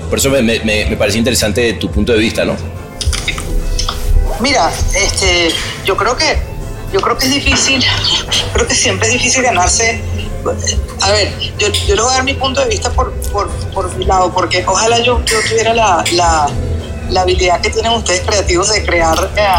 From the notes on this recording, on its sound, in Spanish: Clubhouse Cannes Lions. En nuestro podcast-bar.